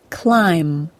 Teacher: Just because you see the B at the end of the word does not mean that you need to say it. · Term: silent B